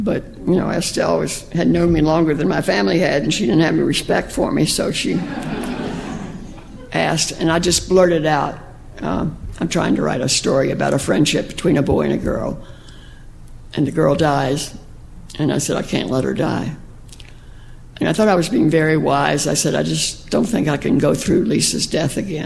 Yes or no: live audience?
yes